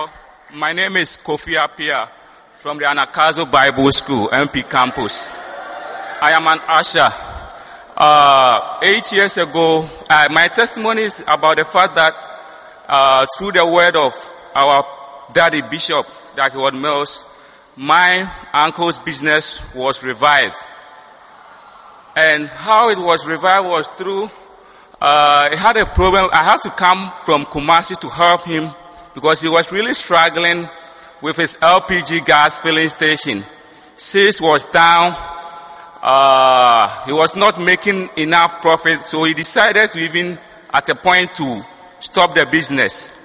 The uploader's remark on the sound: Preached at the First Love Center, Accra